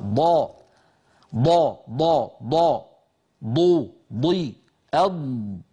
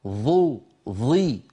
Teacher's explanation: زادت الضاد على الظاء بصفة الاستطالة التي تكلمنا عنها في بحث صفات الحروف عند قول إمامنا ابن الجزري رحمه الله: ضادا استطل.